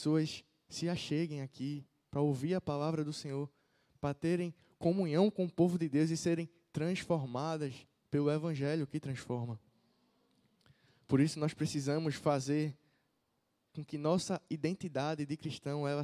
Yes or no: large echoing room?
yes